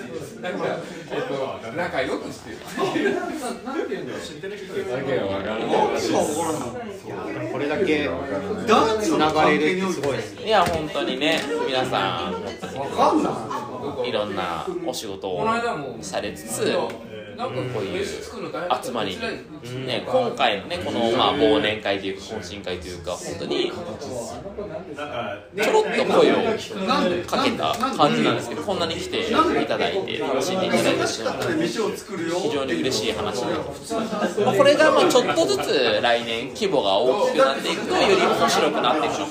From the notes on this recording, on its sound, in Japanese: 雑音多め。忘年会会場での録音のため雑音が多めです。ホストの2人は若干酔っ払いながら話してます。